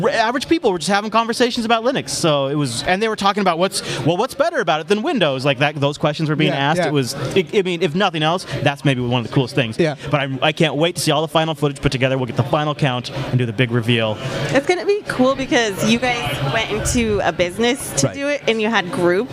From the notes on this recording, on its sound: Our biggest live event yet, from the floor of LinuxFest Northwest 2016.